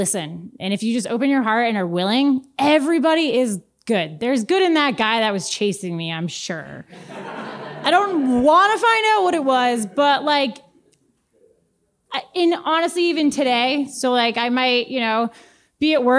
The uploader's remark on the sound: answers some questions from the audience.